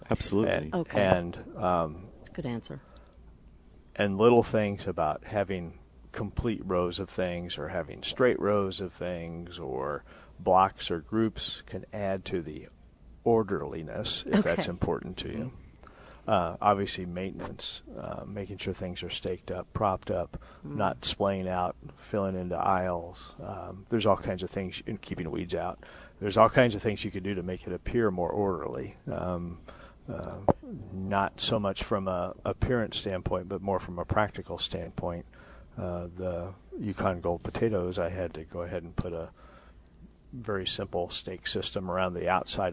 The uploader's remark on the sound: Plant Experts Live at Prairie Gardens.